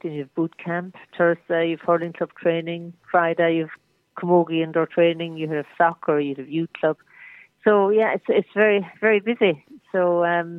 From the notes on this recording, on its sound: is joined on the phone by Flagmount Killanena correspondent